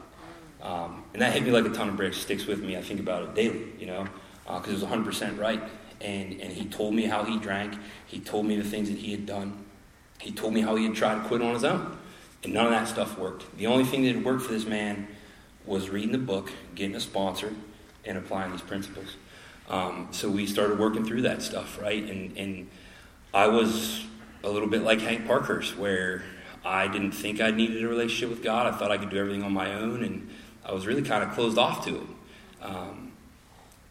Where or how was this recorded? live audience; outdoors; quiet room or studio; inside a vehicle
live audience